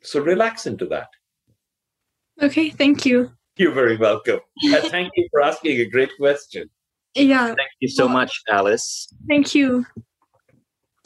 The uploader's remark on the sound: On this live call. Live bonus Q&A session.